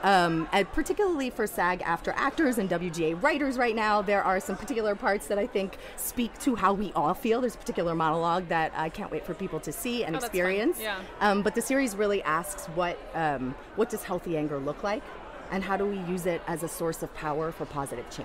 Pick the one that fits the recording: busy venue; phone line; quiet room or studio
busy venue